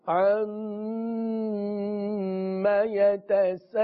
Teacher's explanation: عمّا کی میم پر غنّہ کریں گے، یتسا مد متصل کا قاعدہ ہوگا، علون مد عارض کا